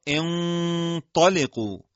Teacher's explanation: اگر حرف مابقی از حروف مستعلیه باشه، اخفای نون هم حالت درشت و تفخیم به خودش میگیره